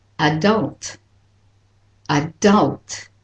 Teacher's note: And for the American way, the second syllable is stressed.